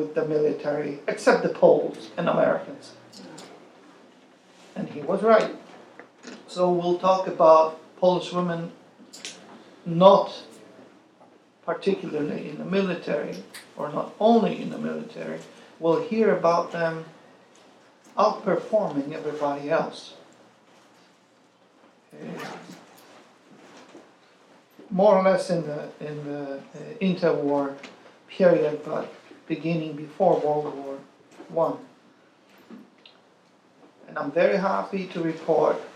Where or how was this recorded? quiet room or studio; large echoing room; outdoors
large echoing room